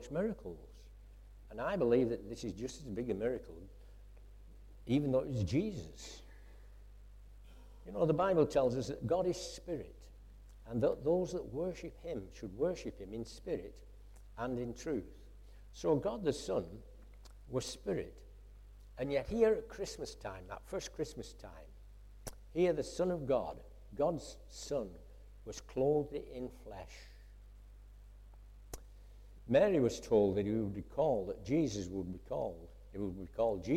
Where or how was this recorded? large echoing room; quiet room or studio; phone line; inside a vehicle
large echoing room